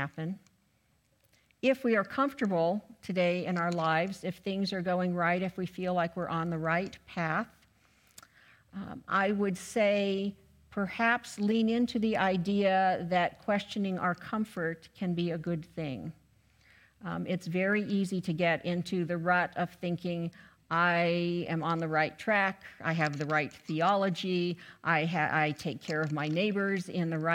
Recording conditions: large echoing room